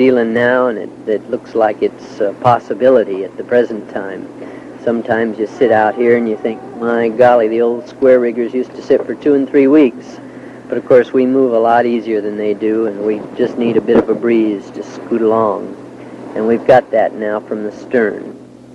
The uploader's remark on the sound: Narration made while surviving a tropical cyclone at sea in a 37’ trimaran